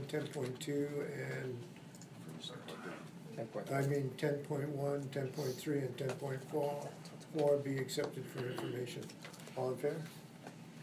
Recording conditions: large echoing room